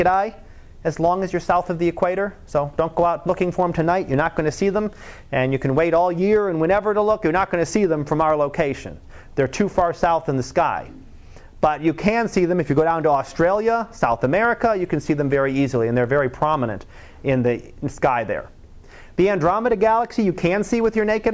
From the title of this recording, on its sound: Live Class Lecture